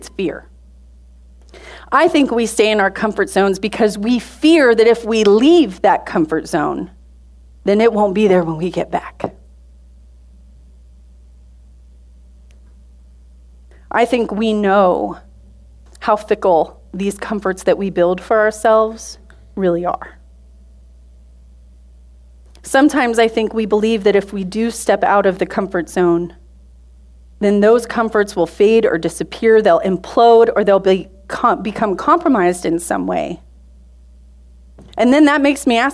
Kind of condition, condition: setting, large echoing room